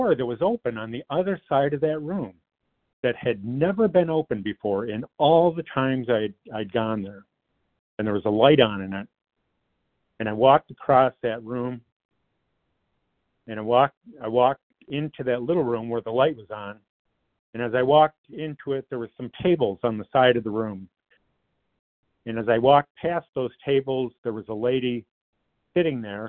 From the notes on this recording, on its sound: qualification from the 100 Pounders Phone Meeting